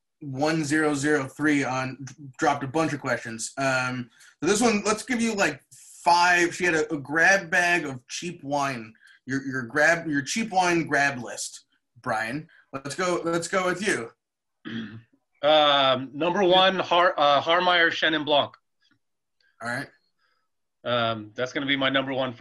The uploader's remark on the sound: This week we gathered together on Zoom the day before Thanksgiving to answer some listeners’ questions.